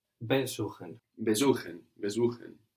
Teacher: We don't have the accent on be.